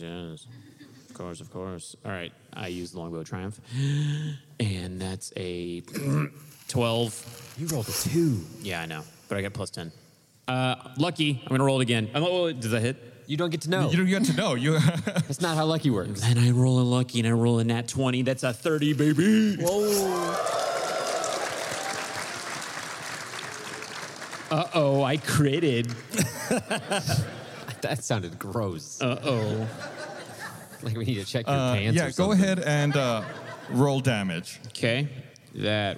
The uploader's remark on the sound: filmed LIVE at RTX 2022